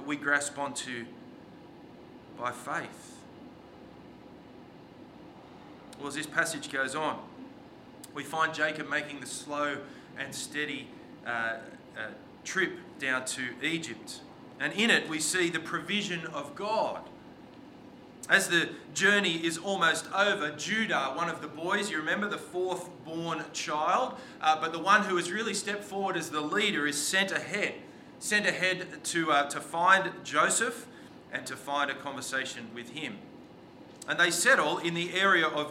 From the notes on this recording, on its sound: This sermon was preached on the 25th of June 2023 at all services of Helensburgh and Stanwell Park Anglican Church.